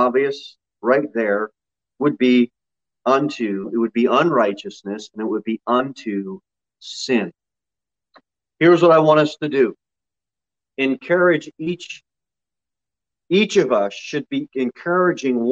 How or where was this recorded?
large echoing room